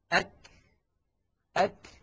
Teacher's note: الشدة والهمس في الكاف والتاء في زمنين متتاليين خلف بعضهما مباشرة وليس في زمن واحد، لأنه يستحيل على الإنسان أن يأتي بانحباس الصوت وجريان النفس في الزمن نفسه، وإنما هما خلف بعضهما هكذا.